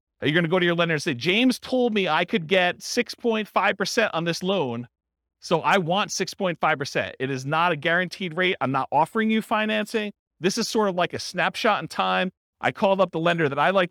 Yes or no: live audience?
yes